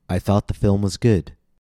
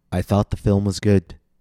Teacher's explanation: notice how I stressed the last content word, good, a little bit more than the others. · Shown in: first take · Term: focus word